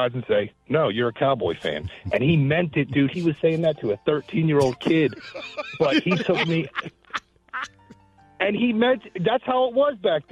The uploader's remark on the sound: Letting listeners call in with their "Safe Space".